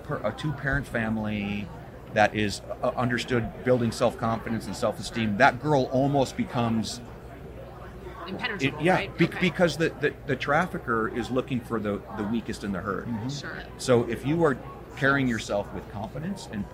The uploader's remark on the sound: The Unity Project What’s UP? Podcast at AmFest